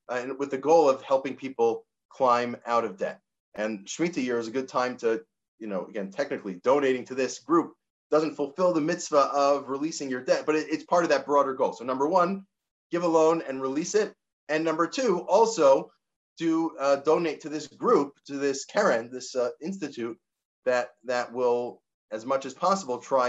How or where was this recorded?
video call